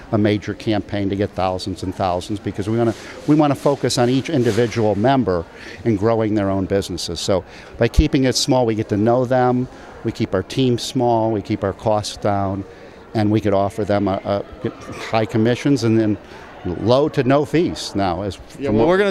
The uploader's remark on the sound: at this month’s Signature Travel Network conference in Las Vegas